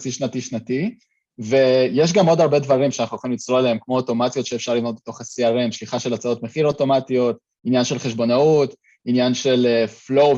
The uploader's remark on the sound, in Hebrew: השיחה שלנו הייתה בלייב באינסטגרם אבל גם הוקלטה בזום.